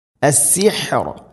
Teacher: ഹ തൊണ്ടയുടെ മധ്യഭാഗം സുക്കൂനുമാണ്, അതുകൊണ്ട് ശ്രദ്ധിക്കണം